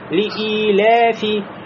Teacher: Обратите внимание, после хамза я, значит, есть долгота. Не просто ли-и-ля-ф, а ли-и-ля-фи.